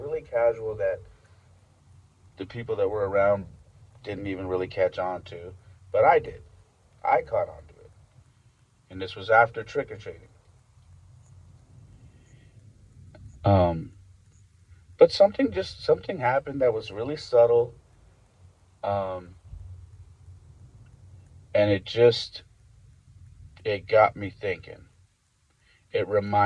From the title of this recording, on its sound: Thoughts from the Car